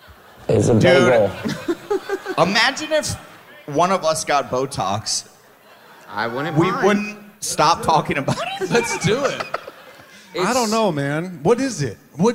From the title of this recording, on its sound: Live From Boston